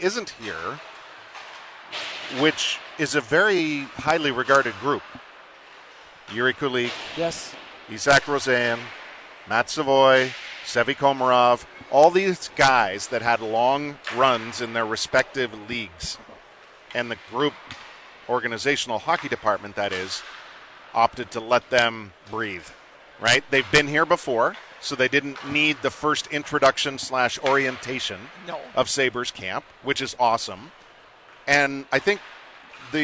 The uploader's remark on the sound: live from Sabres development camp